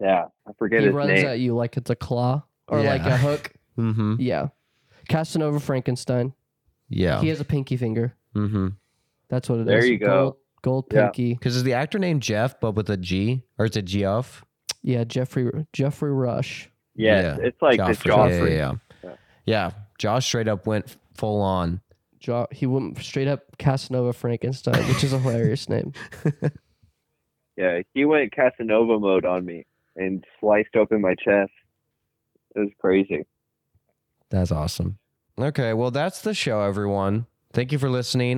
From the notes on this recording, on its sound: You ever wanna know what it sounds like to listen to 5 people on the phone at the exact same time?